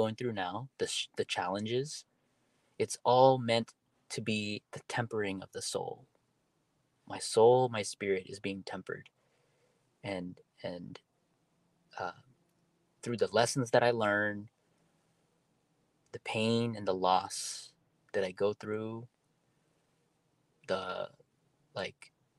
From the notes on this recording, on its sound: My first podcast done solo in my car.